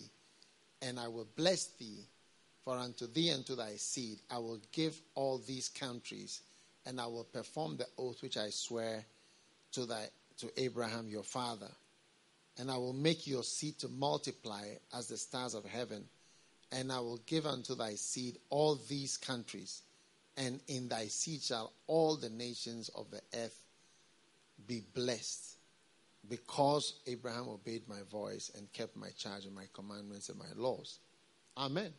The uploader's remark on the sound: Preached at the FLOW Service, First Love Church, Accra.